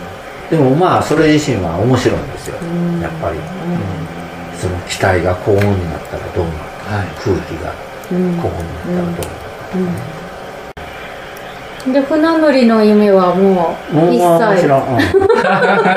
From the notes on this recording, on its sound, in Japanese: 高尾いろりの間にて。自宅の民家で、囲炉裏の火を囲みながら酒を飲み交わし、外の虫と蛙の大合唱、さらに雨が重なりワイルド感ただよう収録をお楽しみください〜。